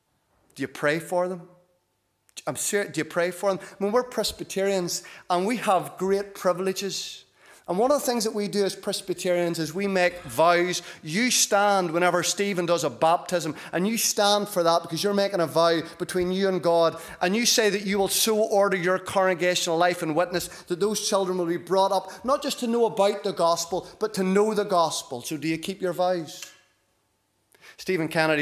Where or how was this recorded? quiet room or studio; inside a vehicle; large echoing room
large echoing room